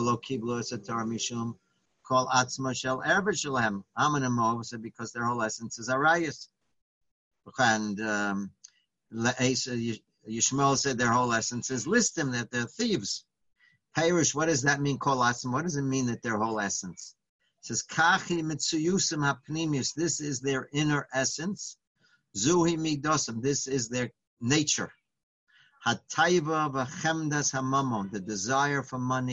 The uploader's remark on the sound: Live On Zoom: 7-12-2020